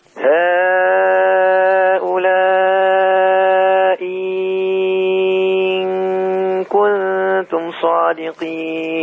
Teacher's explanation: الهمزة التانية لما تبدلها إيه تمدها ست حركات